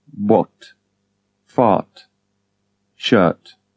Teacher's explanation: RT is like T in English daughter, but with the tongue further back against the palate, with lips rounded.